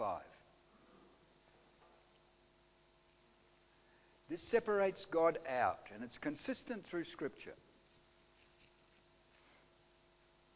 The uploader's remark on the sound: Audio sermon recorded live from King's Way Christian Fellowship, Wantirna, Melbourne, Australia.